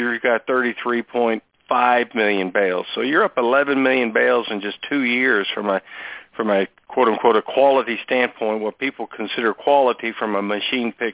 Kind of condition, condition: link, phone line